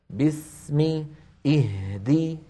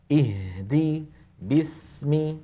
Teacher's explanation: لاحظوا الهاء زمنها مثل بس، باسمي اهدي، نفس الطول